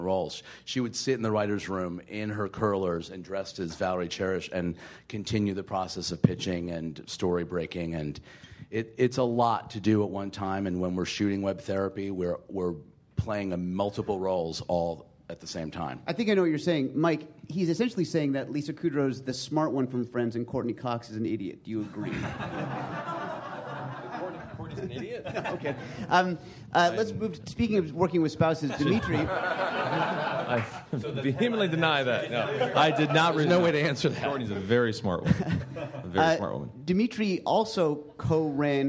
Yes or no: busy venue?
yes